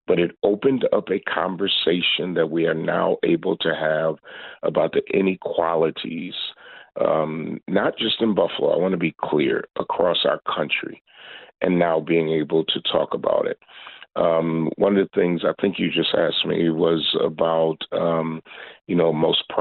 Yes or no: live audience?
no